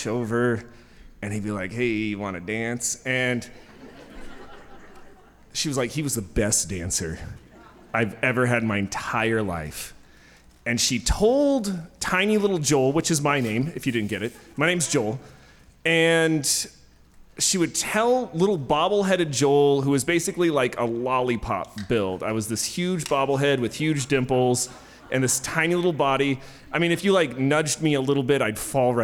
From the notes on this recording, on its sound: Told live on stage and without notes.